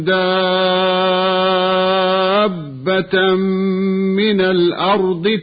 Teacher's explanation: وهنا من أحكام التلاوة المد اللازم الكلمي المثقل في كلمة دابة من قوله تعالى: وإذا وقع القول عليهم أخرجنا لهم دابة من الأرض تكلمهم أن الناس كانوا بآياتنا لا يوقنون. هكذا سمعنا المد بمقدار 6 حركات قبل تشديد الباء